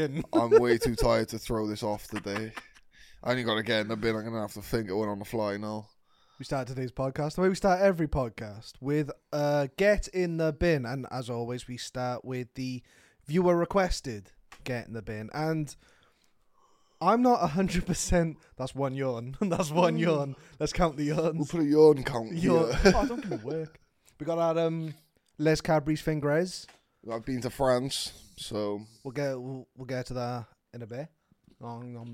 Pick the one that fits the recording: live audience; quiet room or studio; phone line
quiet room or studio